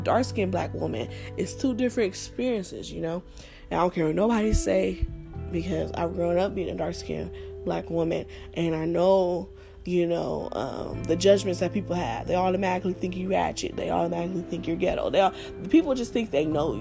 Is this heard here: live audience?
no